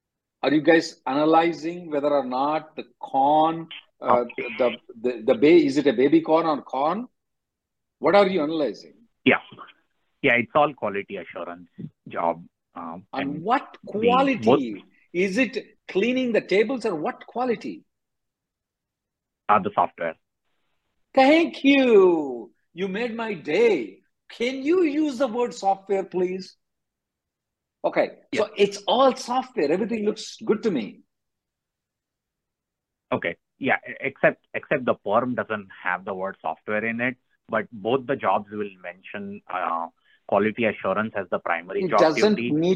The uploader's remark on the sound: Conference Call